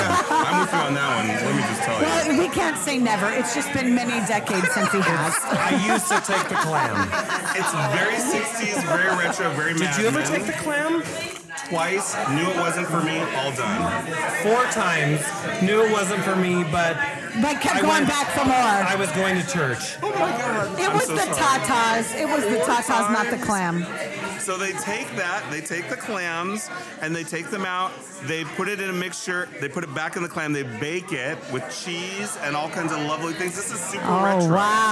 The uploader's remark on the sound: We had so much fun recording at Le Fern while at Tiki Caliente 14. Part 2 includes interviews with podcast listeners and event attendees.